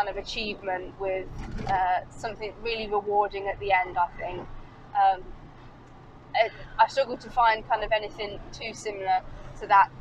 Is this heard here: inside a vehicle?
yes